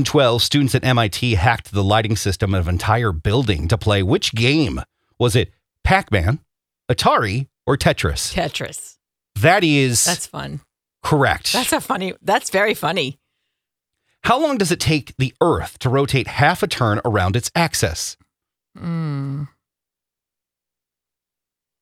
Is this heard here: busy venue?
no